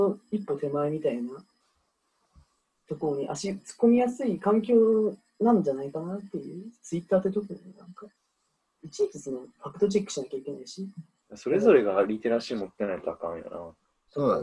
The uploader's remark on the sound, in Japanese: メンバーがZOOMを使って飲み会をしている中、少し真面目な話になったところを録音、配信してみました。急に始まって急に終わってるけどそこは許して。